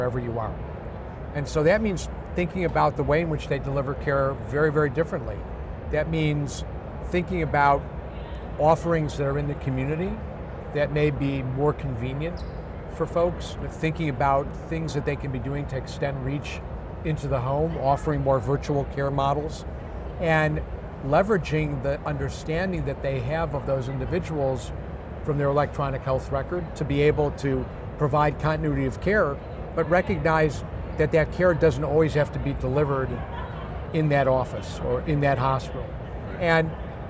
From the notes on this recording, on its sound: An Interview in Action live from HLTH ‘22.